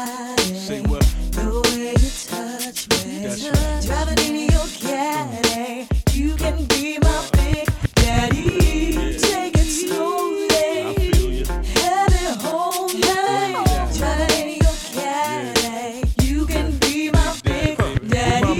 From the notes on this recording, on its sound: Originally broadcast live on August 23, 2018 from the storefront of Kinfolk 90 in Williamsburg, Brooklyn, New York City.